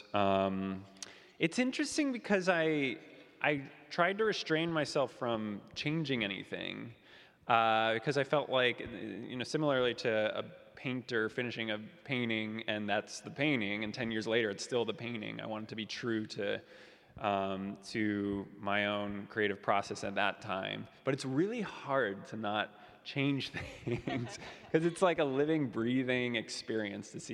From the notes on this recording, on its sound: LIVE from San Francisco Ballet's Unbound Festival in a live “Meet The Artist” event before the opening night of San Francisco Ballet's Unbound Festival.